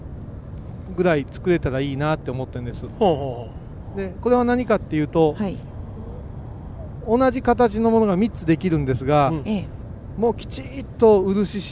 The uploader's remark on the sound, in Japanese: 今回は、帰りの車の中からお送りします。車のエンジン音がBGMです。